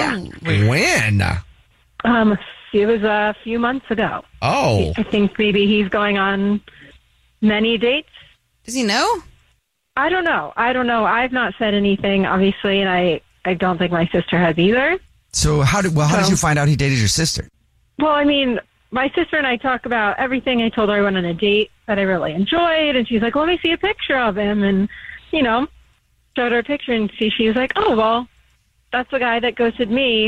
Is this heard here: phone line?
yes